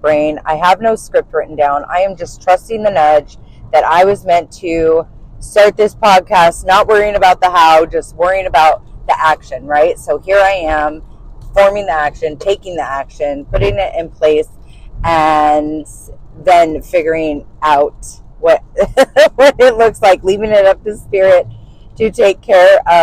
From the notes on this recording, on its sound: This first episode is uncensored and unedited. I am actually in my car driving to work. I bought a set of little microphones to help the sound but I am still learning.